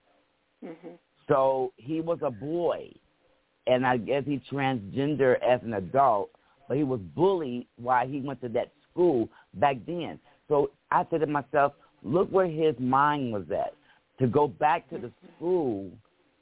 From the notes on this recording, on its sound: Those who call in will form a panel